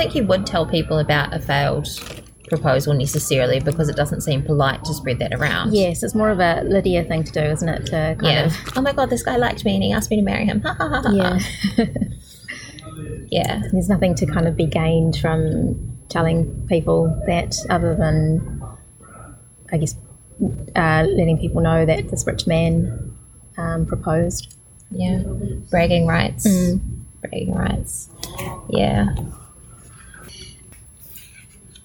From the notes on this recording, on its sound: Coming to you from the National Library of New Zealand. Lots of background noise!